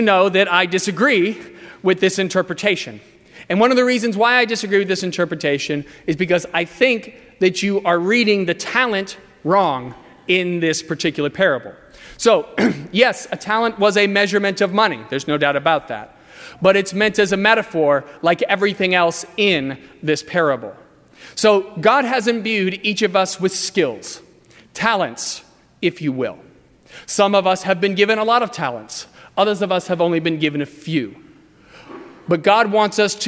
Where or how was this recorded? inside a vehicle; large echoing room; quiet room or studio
large echoing room